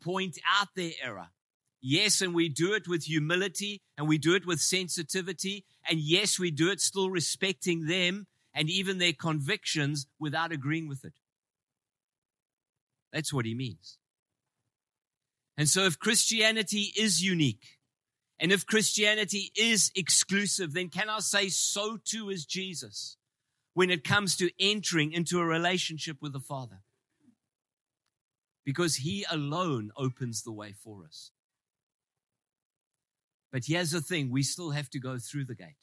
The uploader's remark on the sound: Preached in Ngāruawāhia on 17/09/23